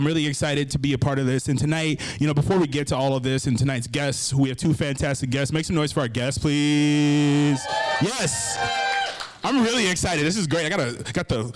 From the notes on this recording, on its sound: Last week at the new Working_From The Hoxton space in Chicago, I did a live taping of the podcast.